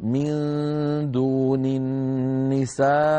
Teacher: فهنا لما نقف على من دون النساء نقول من دون النساء ونمد أربع حركات ونقف عليها · Term: مد له سببان